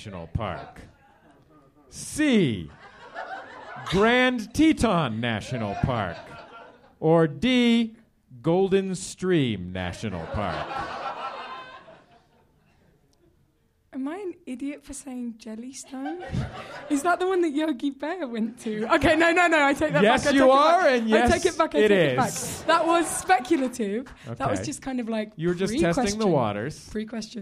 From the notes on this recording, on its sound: Live at MaxFunCon. A live recording at MaxFunCon 2011.